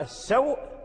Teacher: الواو حرف لين وهو ساكن سكونا صحيحا وقبله فتحة وبعده همزة